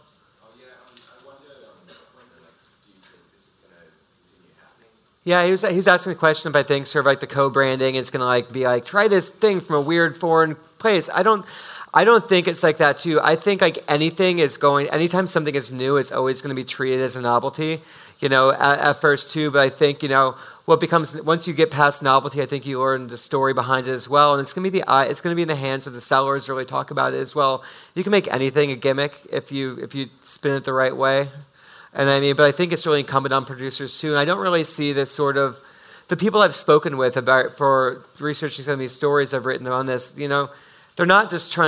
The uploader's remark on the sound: This episode is a live recording of the special event at Japan Society in New York on October 24, 2018